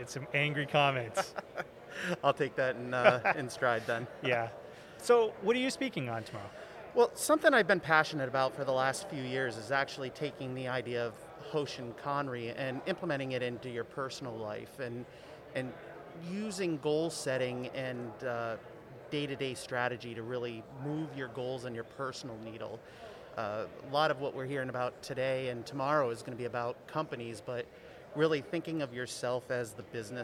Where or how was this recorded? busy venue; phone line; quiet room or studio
busy venue